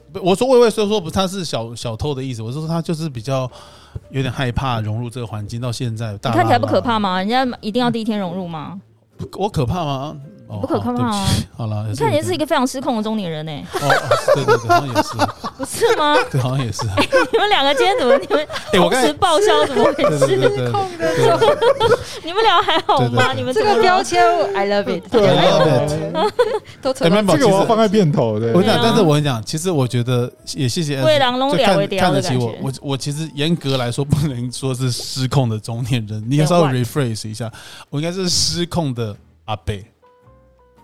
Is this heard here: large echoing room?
no